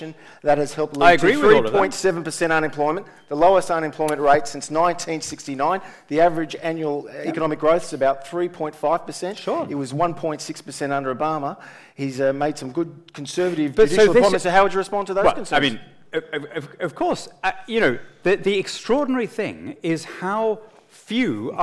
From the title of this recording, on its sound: Conversation to the CIS’s 2018 JBL Gala Dinner